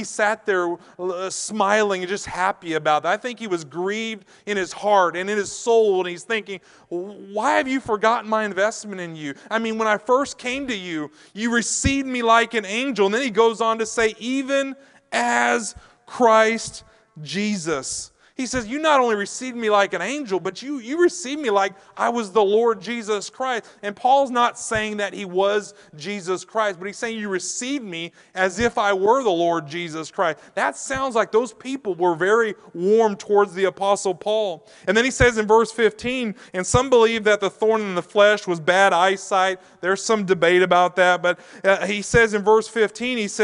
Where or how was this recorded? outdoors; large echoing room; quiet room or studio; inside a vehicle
large echoing room